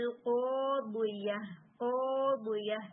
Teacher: بالکل الف کے اینڈ تک اس کو ہیوی کریں گے